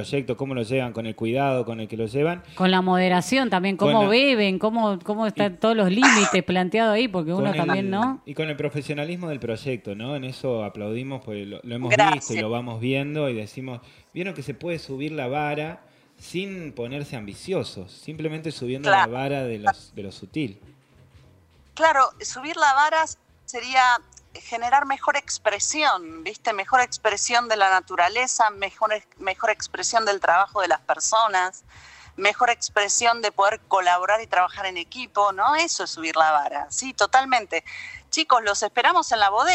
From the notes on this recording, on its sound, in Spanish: Charla telefonica